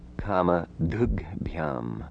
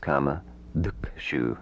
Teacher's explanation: Before the ending bhyam, where it's not possible because ba is already aspirated, or su because sa does not have an aspirate form, the aspiration of ha, if possible, will be thrown back to the previous consonant. For example, kamadugha plus bhyam becomes kamadugbhyam.